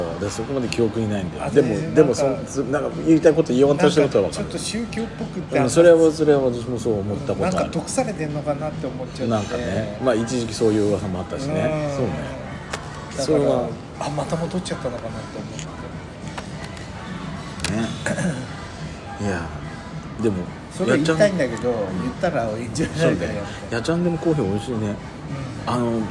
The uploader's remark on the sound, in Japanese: 朝からオシャカフェでまったり。久々に仙台市内を散策する予定です。まずはカフェでゆっくりとおしゃべりです。